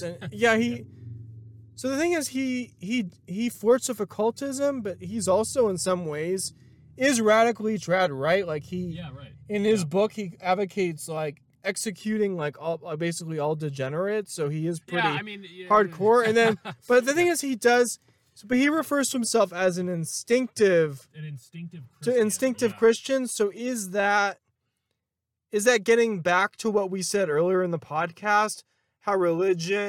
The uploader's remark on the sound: On a trip through the east of San Diego County. Field-recording a conversation.